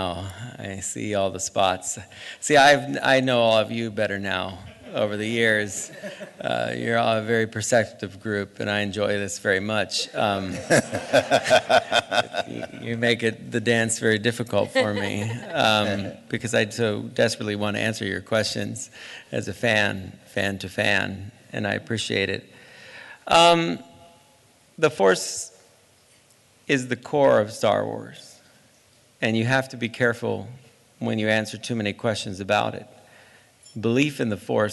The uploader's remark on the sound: Clips from the Star Wars Rebels panel, exclusive audio from the Rebels press conference. Star Wars Celebration 2017. Clips from the Star Wars Rebels panel, exclusive audio from the Rebels press conference.